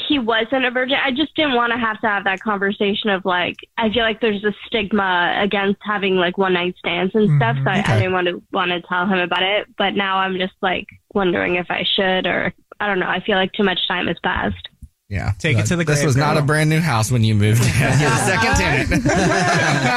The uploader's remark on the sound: The woman on the phone